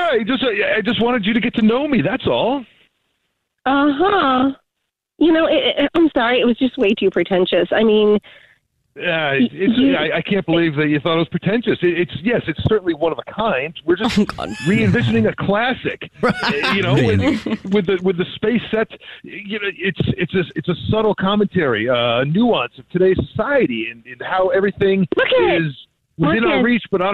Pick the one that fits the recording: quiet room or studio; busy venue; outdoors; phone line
phone line